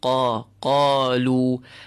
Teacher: Qalu, qaf, nice and clean from the back of your tongue, touching the start of your soft palate, just above your throat.